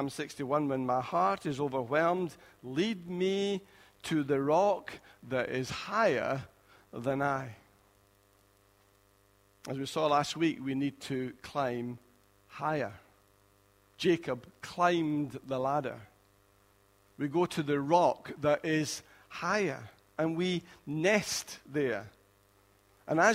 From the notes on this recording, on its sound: Recorded at freedomcentre church, Preston on Sunday 4th December 2016